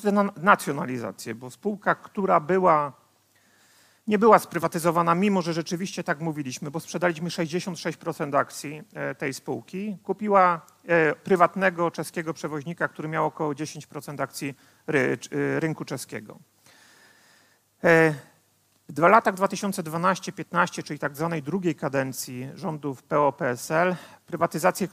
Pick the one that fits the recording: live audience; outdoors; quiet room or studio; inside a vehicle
live audience